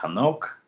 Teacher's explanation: with that guttural clearing the throat kind of sound at the beginning